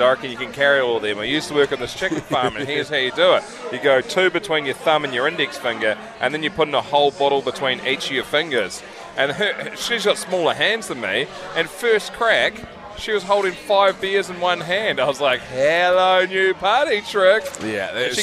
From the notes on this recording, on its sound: From Last Place pub in Hamilton